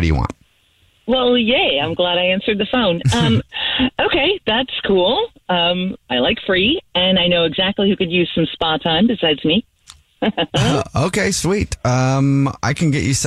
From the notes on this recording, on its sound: on the phone today